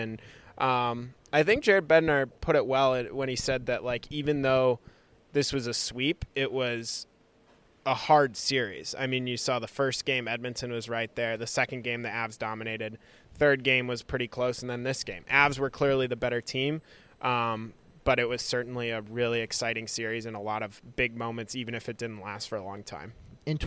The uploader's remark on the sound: are at Rogers Place in Edmonton